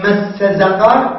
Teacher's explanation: ونحو مس زقر بإبدال السين الواقعة قبل القاف زاء، لغة كلبية بني كلاب